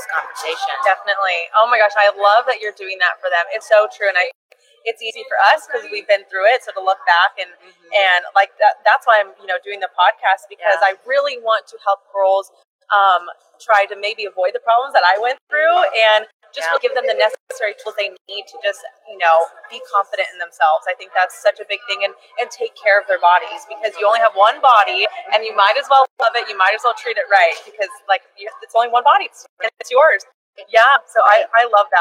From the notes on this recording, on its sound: live at the Dermveda Integrative Skin Care Wellness Fair from the Sheraton Grand Sacramento